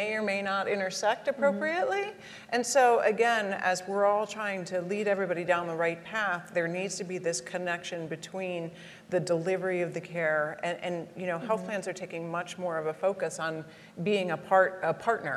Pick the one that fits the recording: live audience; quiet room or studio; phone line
live audience